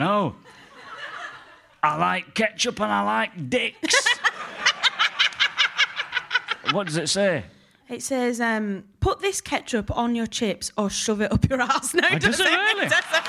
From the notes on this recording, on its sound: Live at the London Podcast Festival 2023. Live from the London Podcast Festival in Kings Place. Recorded by London Podcast Festival and edited by Aniya Das for Plosive.